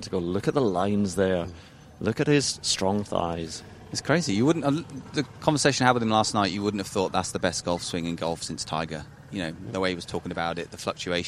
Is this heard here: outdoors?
yes